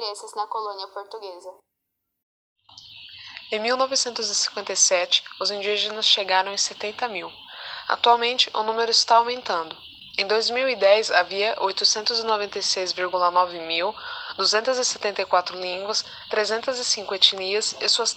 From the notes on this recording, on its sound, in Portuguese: desculpem a qualidade do áudio